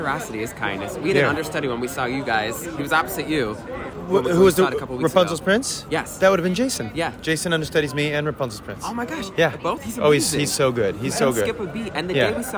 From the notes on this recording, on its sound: LIVE from the red carpet. Live from the I Put A Spell On You Red Carpet!